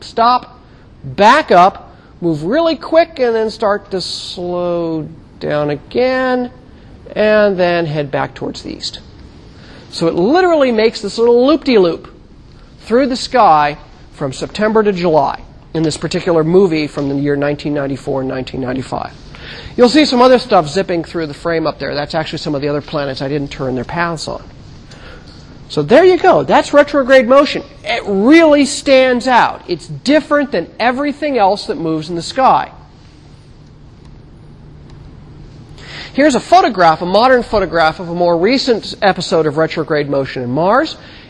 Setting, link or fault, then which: setting, large echoing room